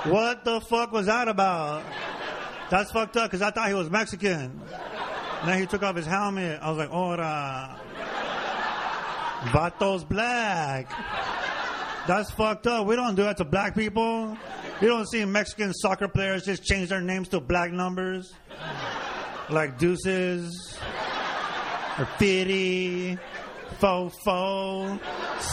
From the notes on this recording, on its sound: We celebrated by doing the podcast in front of a live audience. At the Ice House in Pasadena and we brought back a bunch of our past guests. Podcast Live in L.A.